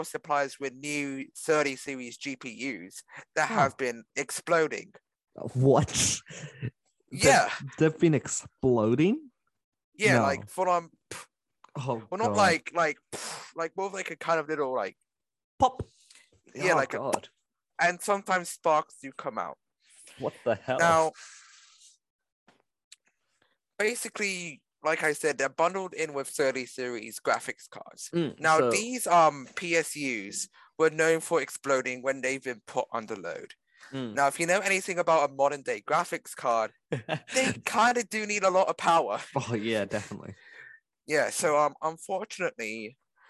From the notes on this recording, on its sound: we had some audio dificultlys so there will be some stammers when listening